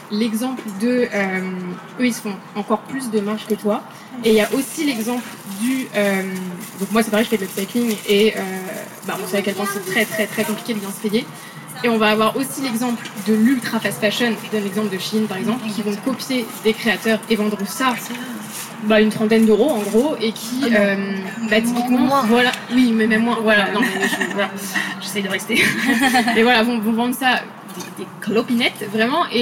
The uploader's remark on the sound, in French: Il a été enregistré en partenariat avec le Digger Club , dans de cadre du cycle de conférences du Diggler Club Market le 18 juin 2022 au Jardin 21 à Paris. Il a été enregistré en partenariat avec le Digger Club , dans de cadre du cycle de conférences du Diggler Club Market le 18 juin 2022 au Jardin 21 à Paris.